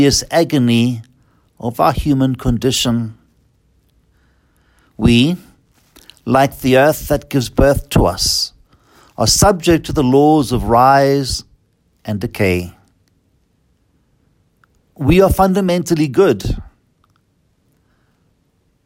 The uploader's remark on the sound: Listen to the homily preached at Holy Trinity Catholic Church in Braamfontein, South Africa, by Fr.